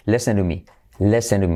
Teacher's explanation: y la T la podemos convertir en R suave